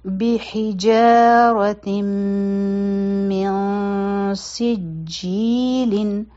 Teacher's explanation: مخکې چونکې سین راغی، نو دلته به اخفا کوو د نون ساکن د آواز د پټولو کوشش به کوو